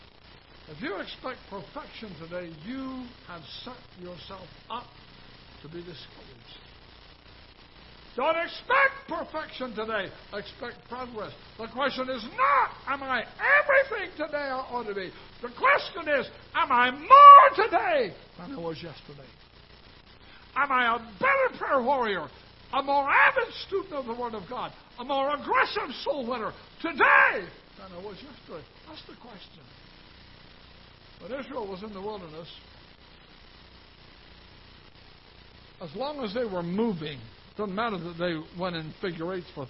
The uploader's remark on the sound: Ketha Heights Baptist Church ~ Live Broadcast